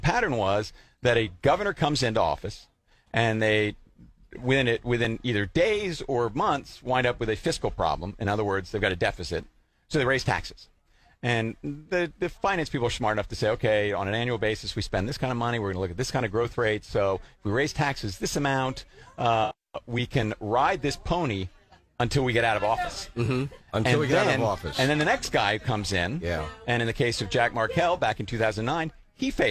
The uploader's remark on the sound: Broadcasting live at the 101st Wilmington Flower Market